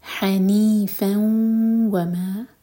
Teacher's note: فا کی تنوین کے بعد واو، تو ادغام غنہ کے ساتھ